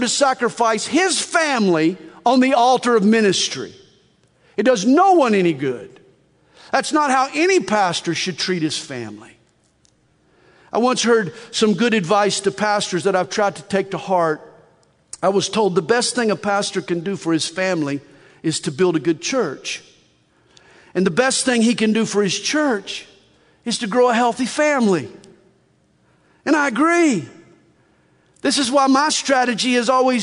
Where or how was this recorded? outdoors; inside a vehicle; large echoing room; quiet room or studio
large echoing room